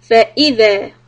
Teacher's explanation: make the Hamza clear and separate from ف and push the Hamza